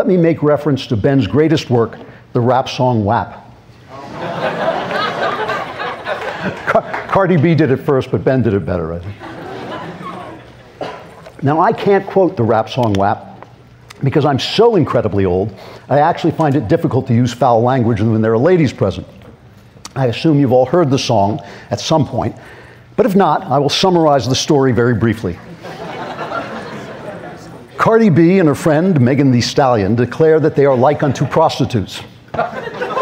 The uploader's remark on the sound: LIVE at YAF National Conservative Students Conference. Speaks live in front of a student audience at Young America's Foundation's 44th Annual National Conservative Students Conference held in Washington DC.